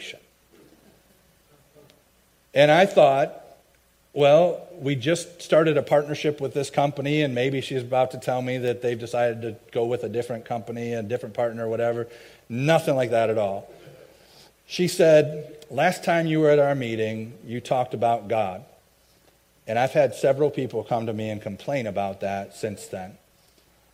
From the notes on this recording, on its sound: i preached at my home church